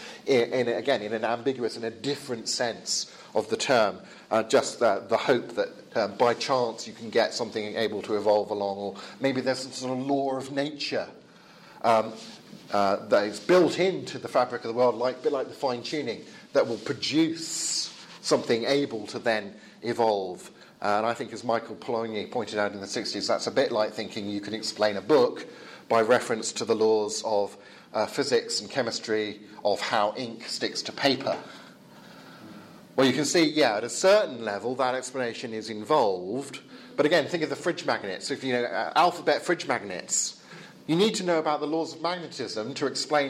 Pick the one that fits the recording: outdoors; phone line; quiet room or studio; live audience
live audience